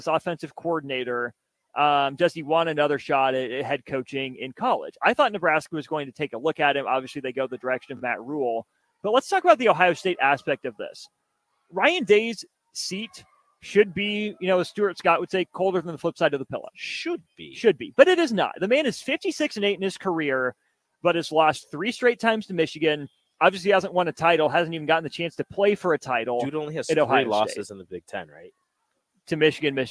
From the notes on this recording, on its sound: LIVE from CHI Health Center.